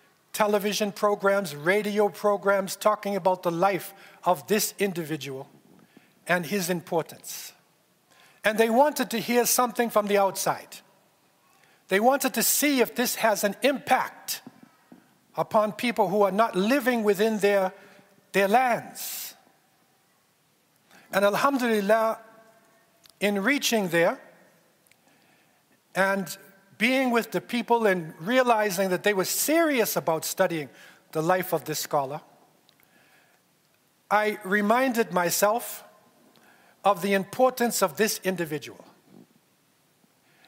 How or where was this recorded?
large echoing room